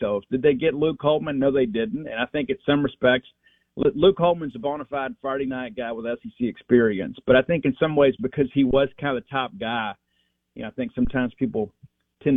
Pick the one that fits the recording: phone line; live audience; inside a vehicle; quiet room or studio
phone line